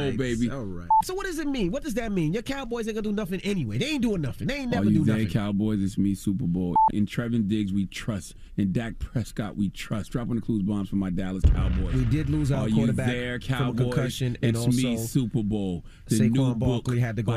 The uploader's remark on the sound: Opened the phone lines to see what our listeners had to say about it. We opened up the phone lines for our listeners to add their thoughts.